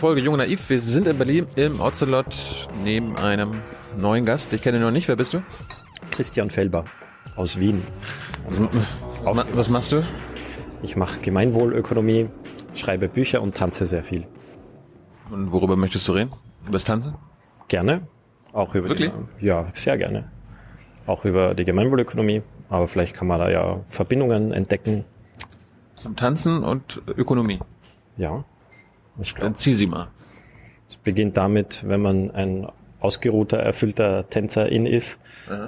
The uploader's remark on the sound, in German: in der Berliner Buchhandlung Ocelot aufgezeichnet